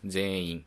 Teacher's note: 全員とか言った場合は全然舌が口のどの部分にも接触してないのがお分かりになると思います · Term: ん